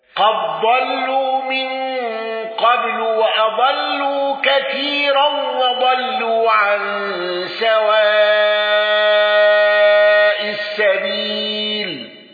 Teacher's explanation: بالإشباع وإدغام دال قد في الضاد